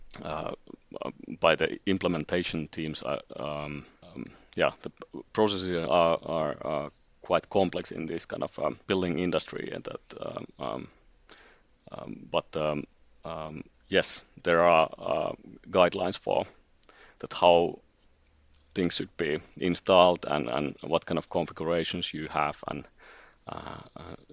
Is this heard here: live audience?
no